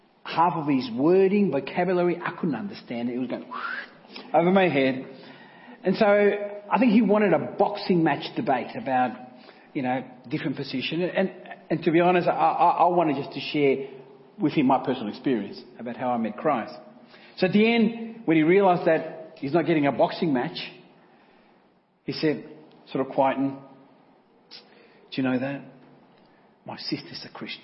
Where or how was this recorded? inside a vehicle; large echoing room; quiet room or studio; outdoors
large echoing room